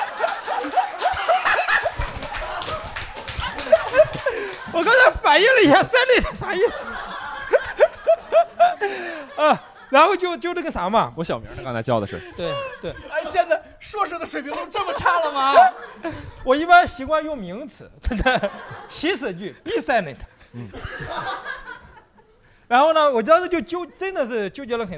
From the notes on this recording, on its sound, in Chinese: 本期一言不合首次尝试线下录制，三位主播和现场四十位观众一起。感谢果麦文化2040书店为本期节目提供的场地支持。